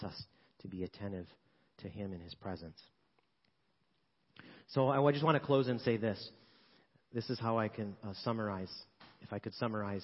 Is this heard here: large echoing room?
yes